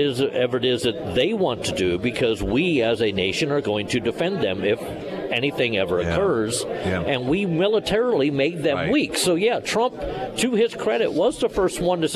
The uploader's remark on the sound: live at Scramblers Diner